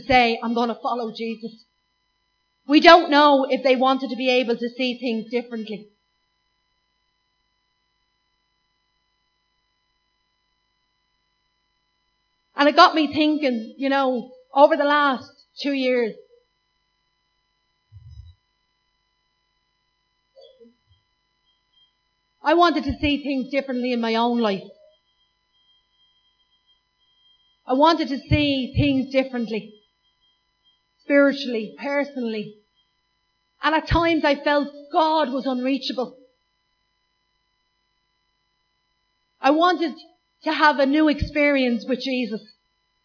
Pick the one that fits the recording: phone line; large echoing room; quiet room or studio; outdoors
large echoing room